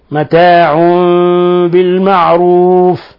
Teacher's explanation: حيث قلبنا النون الساكنة عند الباء ميما مخفى · Term: إقلاب